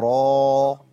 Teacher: الراء عندي مفخمة لأنها محركة بفتح